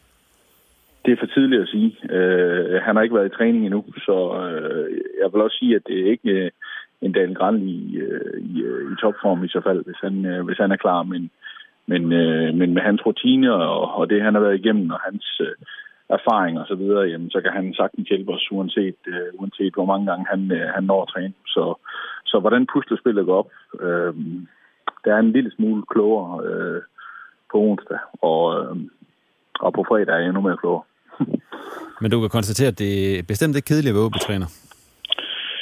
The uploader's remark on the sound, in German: telefoninterview